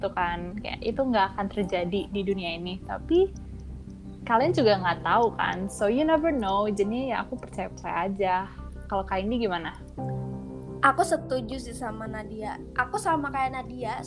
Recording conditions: sounds in the background